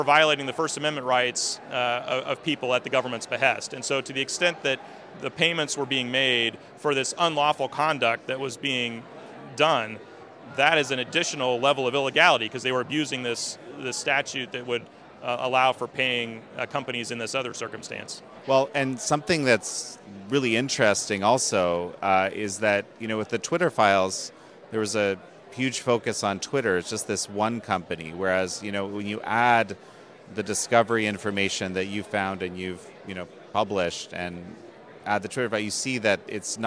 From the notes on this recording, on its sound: At the Conservative Political Action Conference